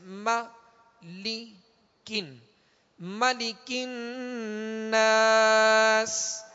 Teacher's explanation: نون پر غنہ کیوں کیا، اس لیے کہ نون مشدد ہے